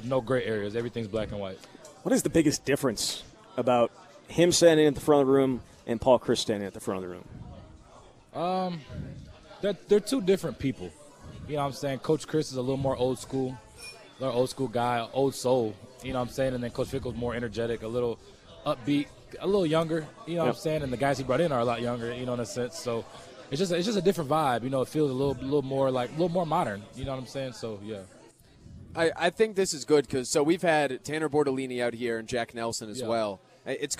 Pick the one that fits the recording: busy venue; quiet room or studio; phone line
busy venue